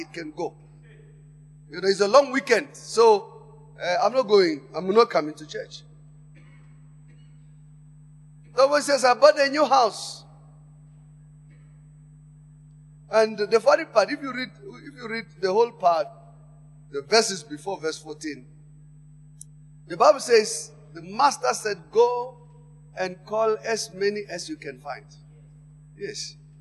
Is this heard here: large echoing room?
yes